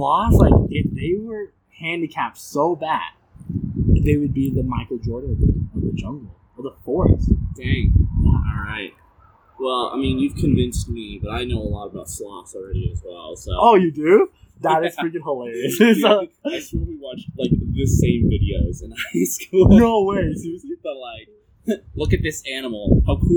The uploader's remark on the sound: Sorry for the wind